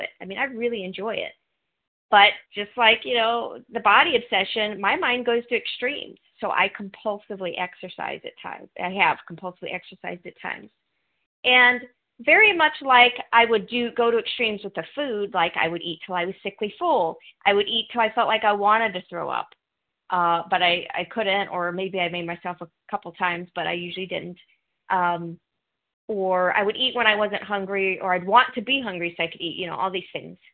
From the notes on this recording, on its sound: from the 100 Pounders Phone Meeting